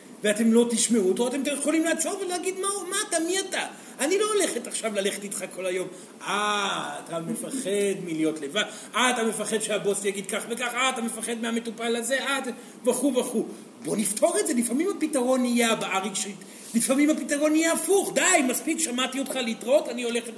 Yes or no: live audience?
yes